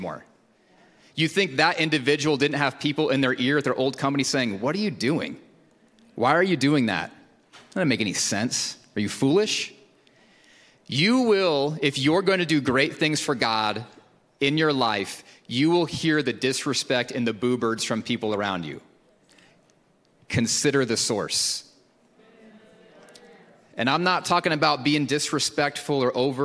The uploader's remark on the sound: Recorded at Hope Church in Springfield, MO.